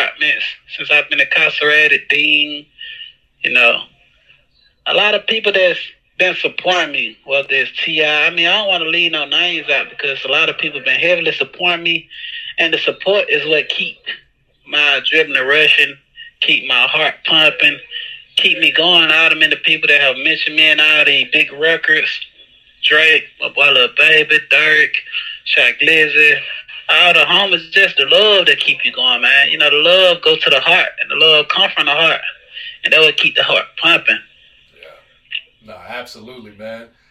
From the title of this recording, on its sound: Phone Interview